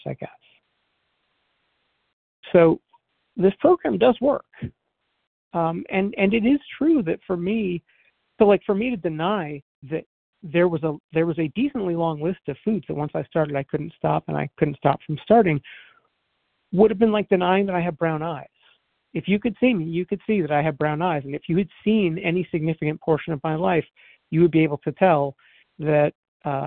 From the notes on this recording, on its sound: 100 Pounders Phone Meeting